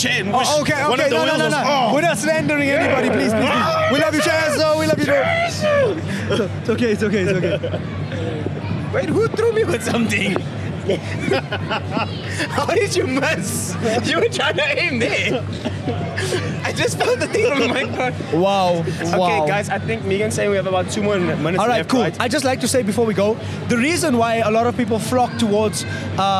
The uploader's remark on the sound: Live at Comic Con Africa 2023. As they take the stage at one of the biggest pop culture events of the year.